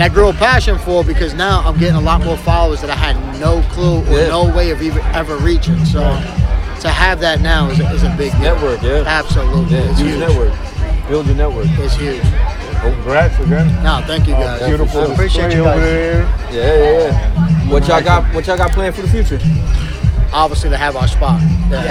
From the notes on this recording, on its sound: We broadcast live from the NJ Foodie Festival, in Union, New Jersey. We get exclusive interviews with the other vendors.